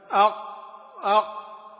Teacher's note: طيب هنا يعني رسم توضيح يبين تصاعد الصوت بحرف القاف مثلا، أق أق، نجد الصوت يتصاعد إلى قبة الحنك مع تضيق في الحلق